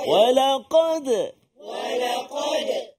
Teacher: pada kalimah walaqad, huruf dal, hati-hati ada qalqalah kat situ